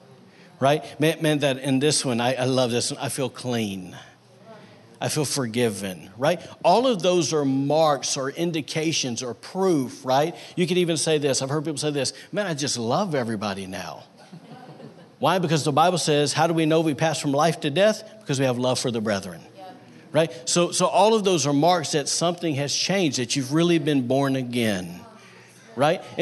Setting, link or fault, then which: setting, large echoing room